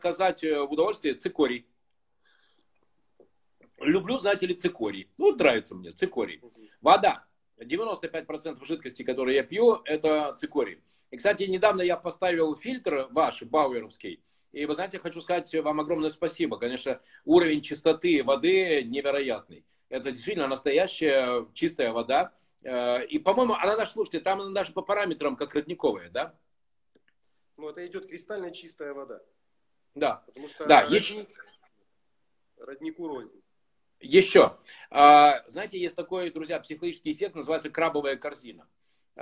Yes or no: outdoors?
no